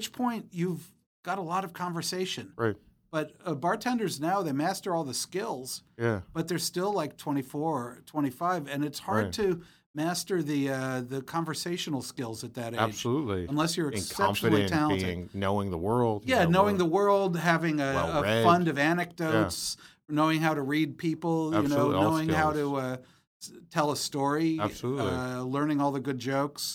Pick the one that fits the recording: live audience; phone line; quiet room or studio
quiet room or studio